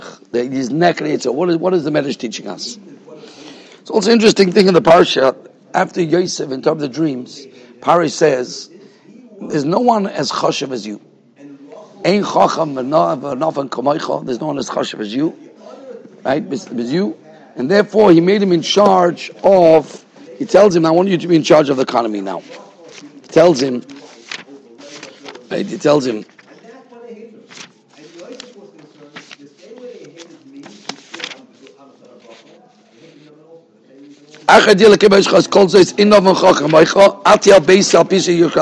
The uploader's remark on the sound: Shiur recorded in Yeshivas Ohr Reuven, Monsey, NY